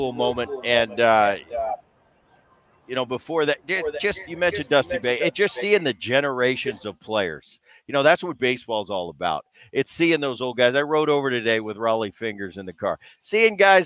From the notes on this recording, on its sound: live once again from the All-Star Game in Seattle